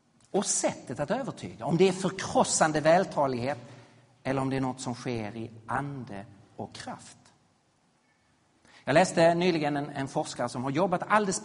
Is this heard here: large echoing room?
yes